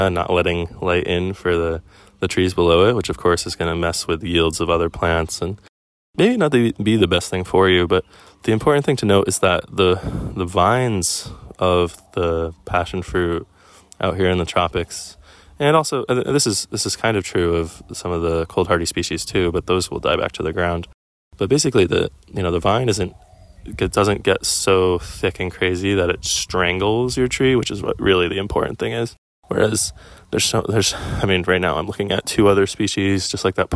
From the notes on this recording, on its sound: Coming to you live from the back of Palolo valley on the Island of O'ahu